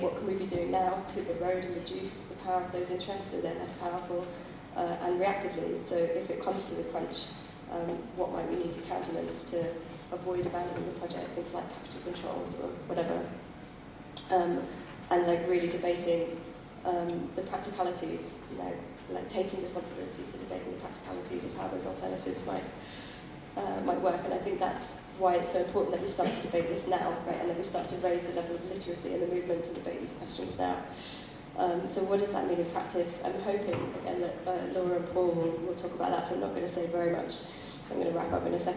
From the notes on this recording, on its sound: Bad audio quality. Apologies for the slightly dodgy audio quality here. Due to technical issues we had to rely on a back up recording.